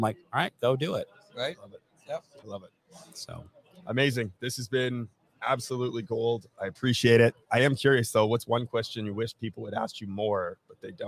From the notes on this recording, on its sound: We are still live here in Las Vegas, NV for the Profit Rocket Summit